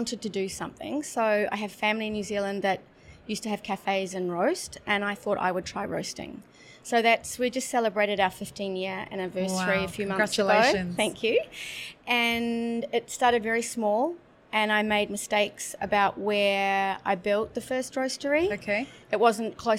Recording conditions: busy venue